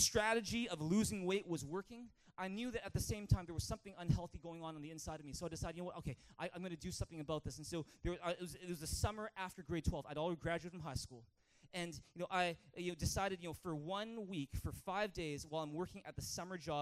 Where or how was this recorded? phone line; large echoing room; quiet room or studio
large echoing room